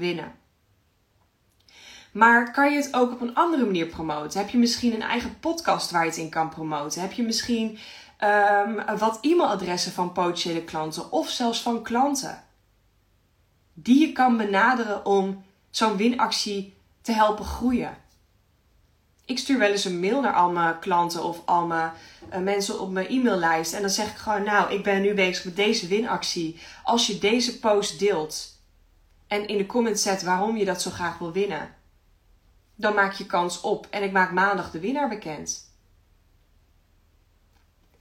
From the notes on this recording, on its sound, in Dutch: Insta live opname. In deze Insta Live praat ik met je over geld..